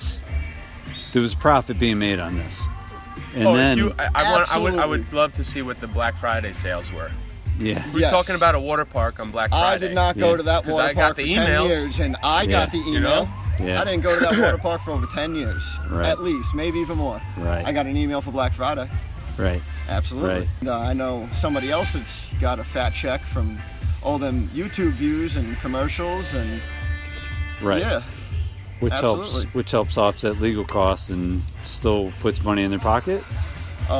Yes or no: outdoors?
yes